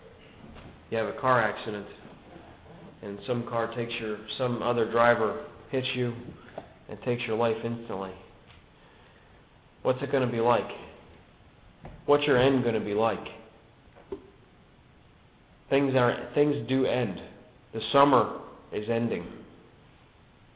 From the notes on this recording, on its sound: a good news message given at the Brookfield Gospel Hall in Brookfield, CT in 2003